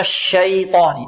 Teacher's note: الياء ماذا؟ مرققة والطاء مفخمة